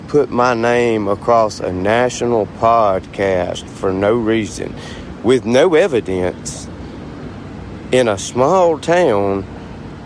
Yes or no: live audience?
no